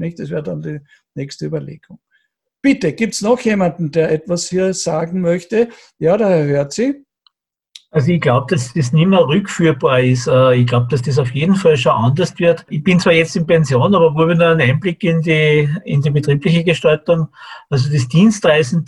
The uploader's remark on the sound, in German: Bei diesem Vortrag handelt es sich um einen Auszug aus dem Online-Salongespräch. Bei diesem Vortrag handelt es sich um einen Auszug aus dem Online-Salongespräch der Generation plus OÖ.